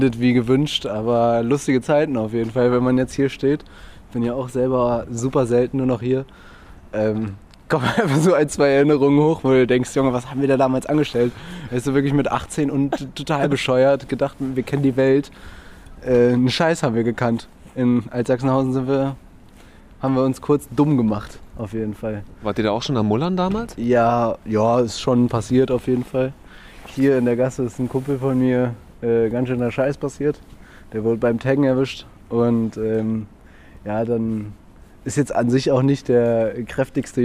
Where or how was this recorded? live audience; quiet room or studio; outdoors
outdoors